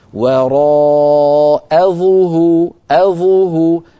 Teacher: فعلينا أن ننتبه إلى الهمزة ألا تتفخم بسبب مجاورتها للظاء فتصير هكذا وراء ظهورهم.